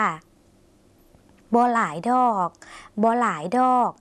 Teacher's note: ส่วนคำลงท้ายคำว่าดอกดอกคุณผู้ชมต้องลากเสียงยาวสักหน่อยนะคะเพื่อจะแสดงความสุภาพในภาษาลาวค่ะ